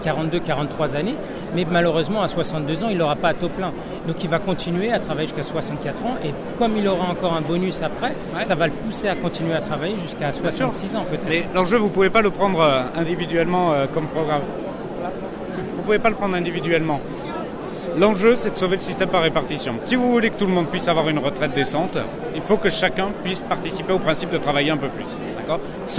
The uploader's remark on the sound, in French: Reportage enregistrée aux vœux du Val-de-Marne (94) le 7 janvier 2020